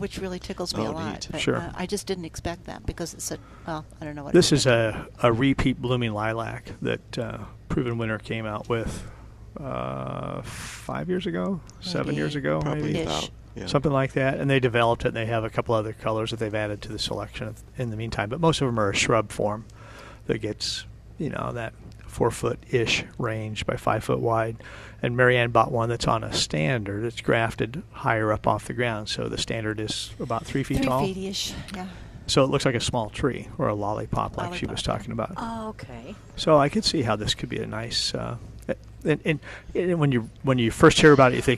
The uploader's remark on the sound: Live at Prairie Gardens